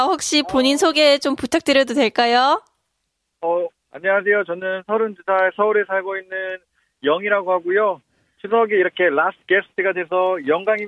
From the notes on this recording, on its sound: Phone call. Getting connected to three of our listeners!